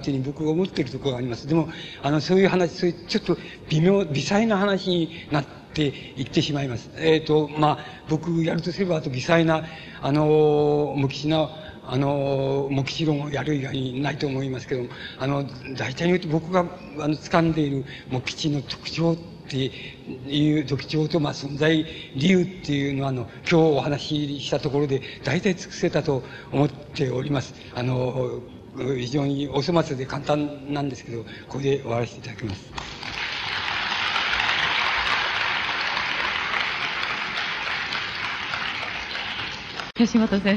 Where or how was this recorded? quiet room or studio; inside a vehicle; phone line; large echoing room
large echoing room